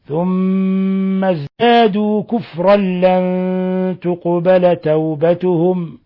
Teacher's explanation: أدغمنا التنوين في اللام إدغام بغير غنة